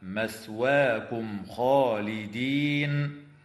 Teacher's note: والميم الساكنة في قوله تعالى: مثواكم خالدين، حكمها الإظهار الشفوي عند الخاء